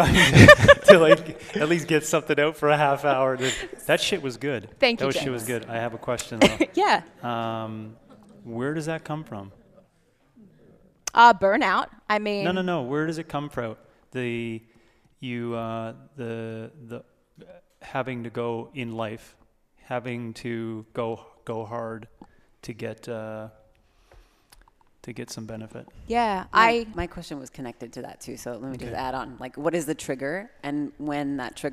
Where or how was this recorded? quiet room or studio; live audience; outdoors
live audience